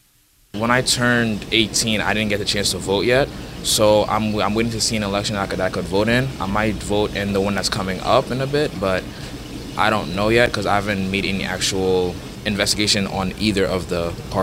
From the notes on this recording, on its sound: Jason’s Laundromat in Huntington Station, NY. Let’s talk democracy at the laundromat!